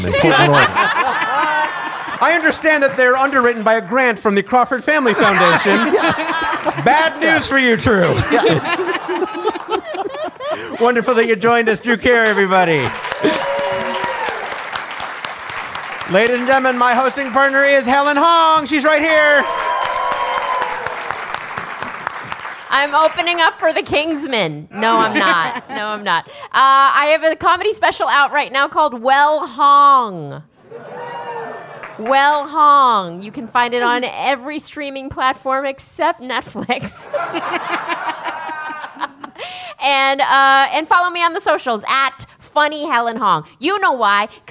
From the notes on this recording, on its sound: Brand new live-audience episode of Go Fact Yourself. This episode was produced in conjunction with KPCC and recorded live at the Crawford Family Forum in Pasadena.